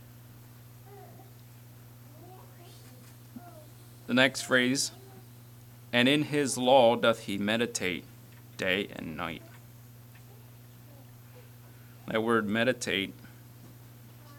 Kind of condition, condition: setting, large echoing room